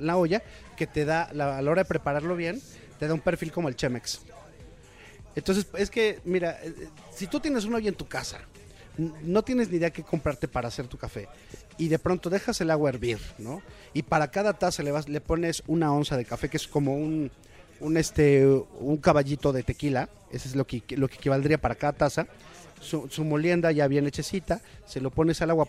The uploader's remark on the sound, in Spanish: Grabamos en 'Rococó', la mejor cafetería que hemos conocido y no exageramos.